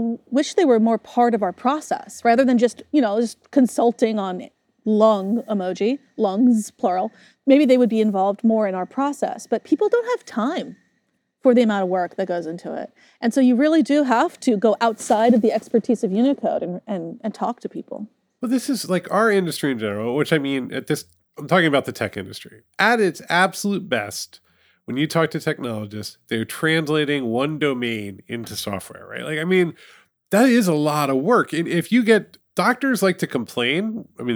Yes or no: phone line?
no